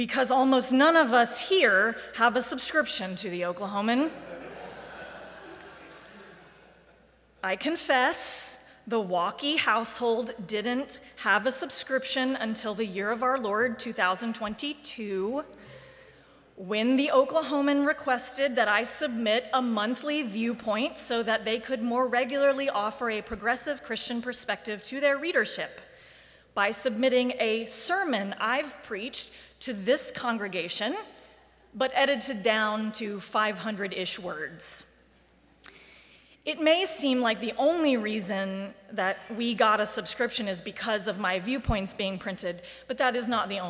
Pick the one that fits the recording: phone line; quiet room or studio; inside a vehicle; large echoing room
large echoing room